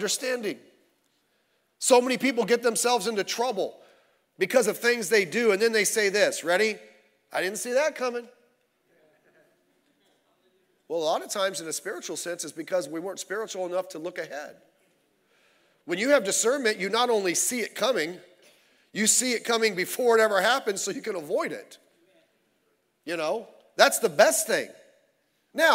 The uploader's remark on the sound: Sunday Morning Service.